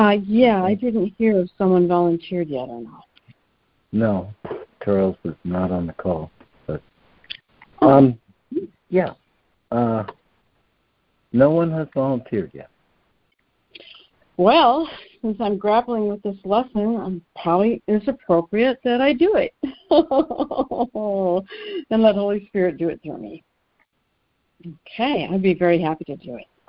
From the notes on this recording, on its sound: ACIM Daily Conference Call